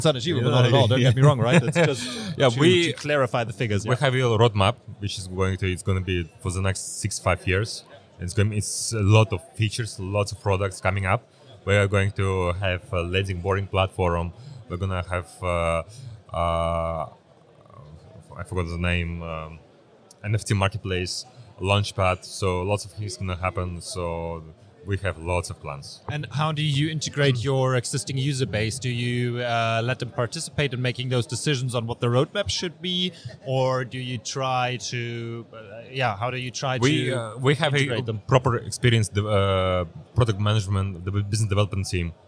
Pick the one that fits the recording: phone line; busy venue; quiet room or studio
busy venue